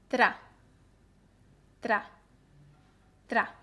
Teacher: la T se pronuncia más adelante que la T inglesa, ¿vale? La, la punta de la lengua está cerca de los dientes.